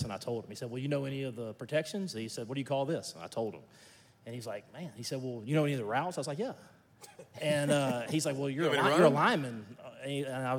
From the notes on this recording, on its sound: This episode is from Graystone Church’s 2nd Annual Men’s Conference.